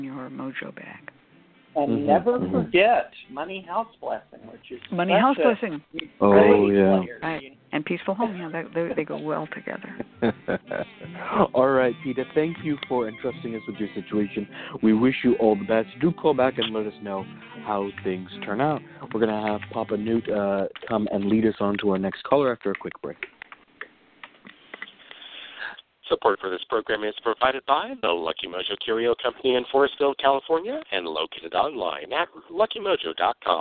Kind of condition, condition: link, phone line